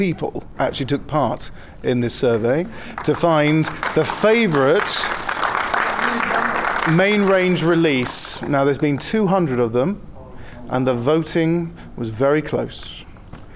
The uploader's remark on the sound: The Big Finish Podcast returns, live from Chicago TARDIS 2015!